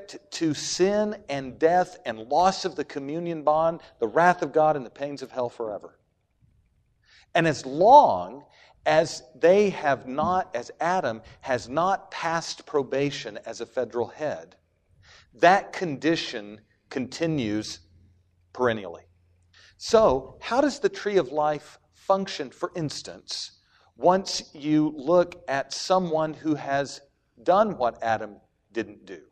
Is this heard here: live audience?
yes